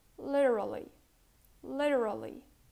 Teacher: You pronounce the T like a D.